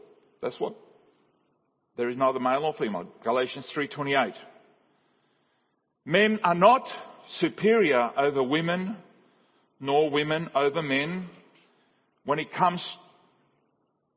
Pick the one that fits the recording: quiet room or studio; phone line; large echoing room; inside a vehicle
large echoing room